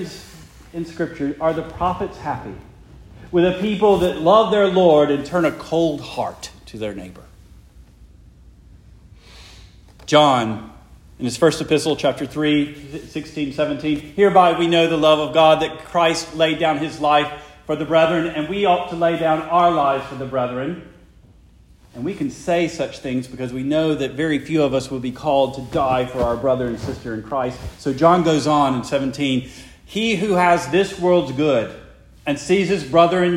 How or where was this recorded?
large echoing room